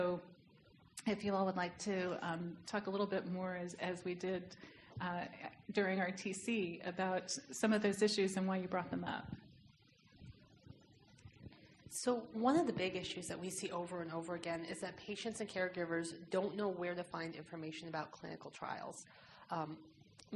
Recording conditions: live audience